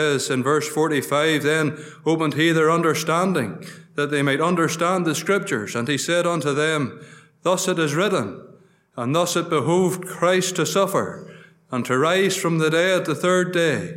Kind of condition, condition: setting, large echoing room